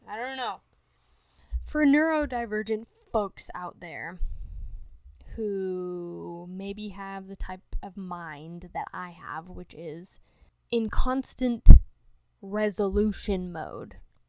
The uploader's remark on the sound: Audio is fixed in ep 2 sry.